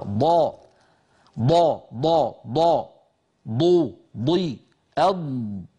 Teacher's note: فالضاد كما أسلفت منذ قليل من حافة اللسان اليمنى واليسرى